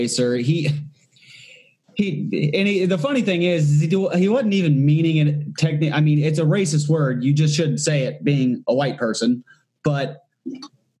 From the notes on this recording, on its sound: Do their first ever zoom call for the show. They are based out of Southern Australia and are new to podcasting as well.